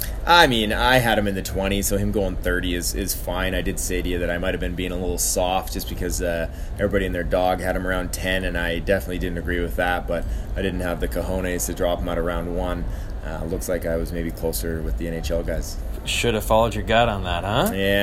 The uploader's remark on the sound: Live from the 2018 NHL Draft in Dallas